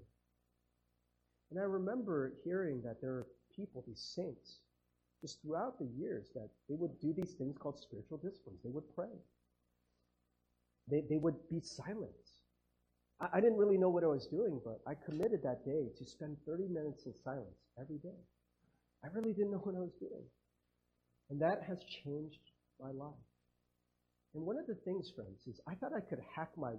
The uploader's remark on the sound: Sorry about the audio quality